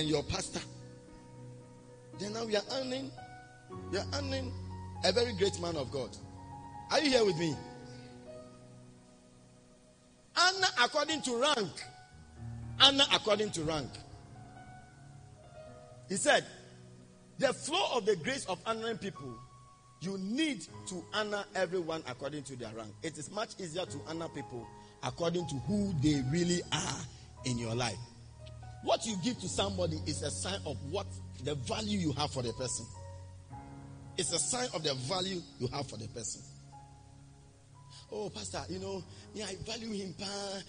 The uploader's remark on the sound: Preached at the Spiritual Encounter Service.